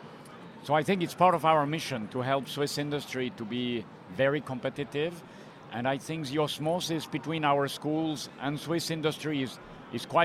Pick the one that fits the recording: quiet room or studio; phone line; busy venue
busy venue